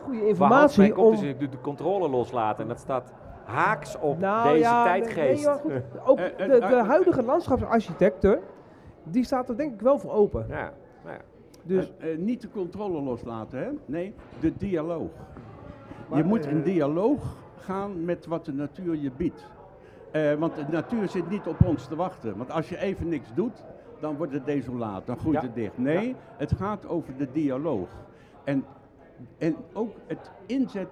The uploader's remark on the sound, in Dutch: De opname van DUIC in Zaken vond plaats in Camping Ganspoort.